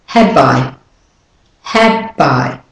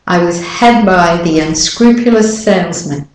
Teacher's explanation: when a word ends in a D and the next word begins with a B, you can also elide or leave off the D.